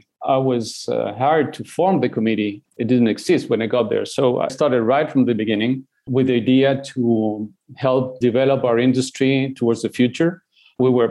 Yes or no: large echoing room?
no